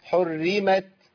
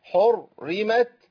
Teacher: يبقى عندي الحاء مرققة والراء مرققة والميم مرققة والتاء مرققة الكلمة كلها مرققة · Shown in: first take